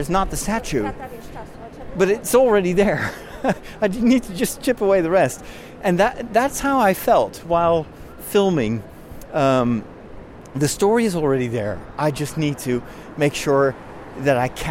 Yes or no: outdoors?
yes